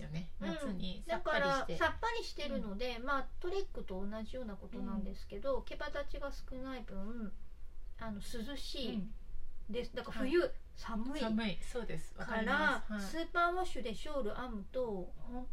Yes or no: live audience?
no